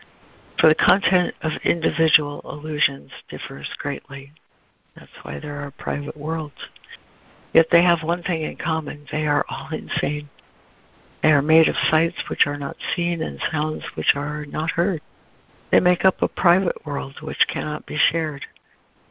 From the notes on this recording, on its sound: ACIM Daily Conference Call